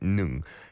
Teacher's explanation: 응 has to be in the back of your throat there.